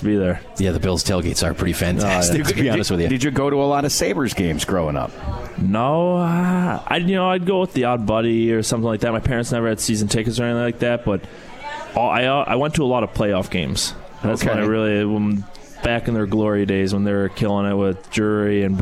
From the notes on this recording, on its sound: Live from Swifty's